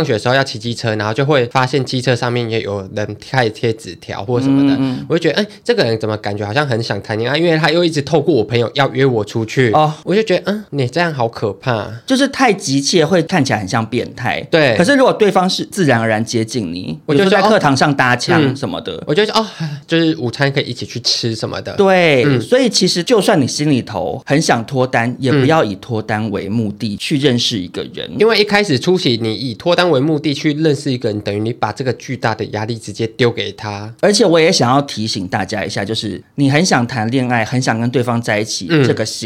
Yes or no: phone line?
no